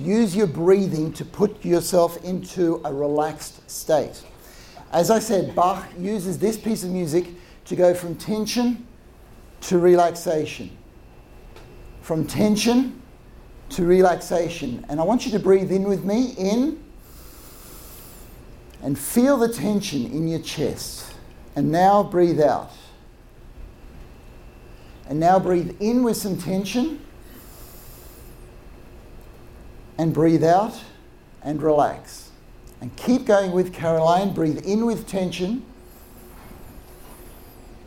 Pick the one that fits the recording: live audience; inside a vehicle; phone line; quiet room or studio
live audience